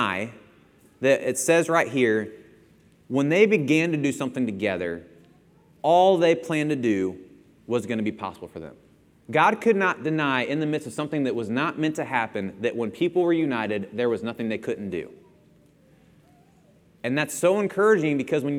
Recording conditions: large echoing room